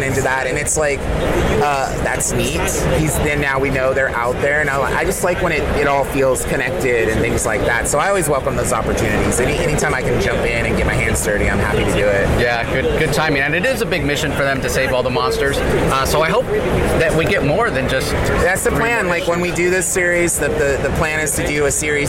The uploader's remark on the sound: LIVE from SDCC '23